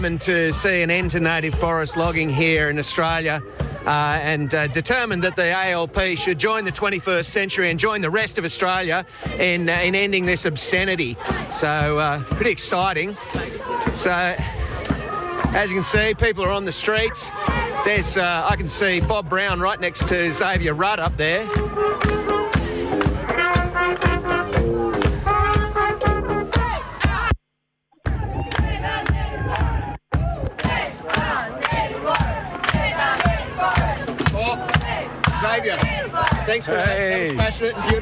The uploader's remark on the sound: Outside with a large vociferous crowd of people. Inside with the Labor Environment Action Network (LEAN) team.